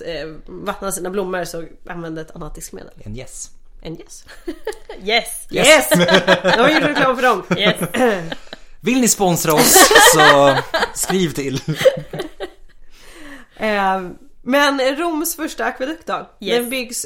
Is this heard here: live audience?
no